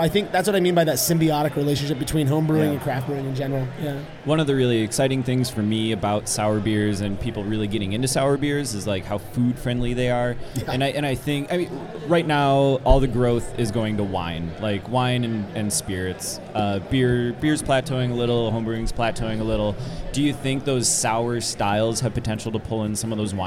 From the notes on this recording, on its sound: Live at HBC. Recorded live on the floor of Homebrew Con 18.